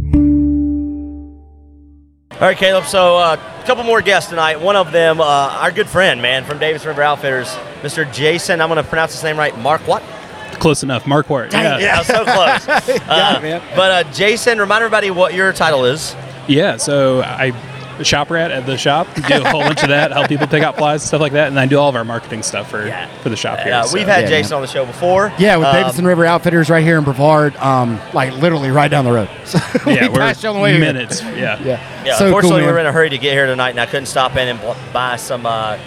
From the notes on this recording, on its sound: This episode comes from a special live event, the Fly Fishing Film Tour Southern Loop stop at Oskar Blues Brewing in Brevard, NC.